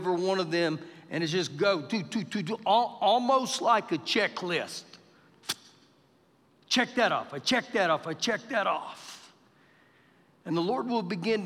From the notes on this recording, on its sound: Recorded live during our Wednesday night service